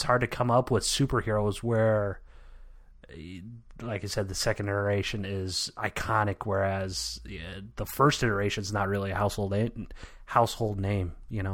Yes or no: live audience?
no